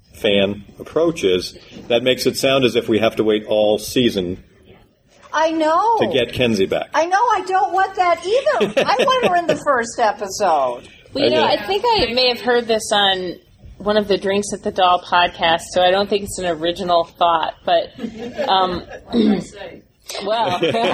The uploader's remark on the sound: Fan Panel at Dragon Con 2014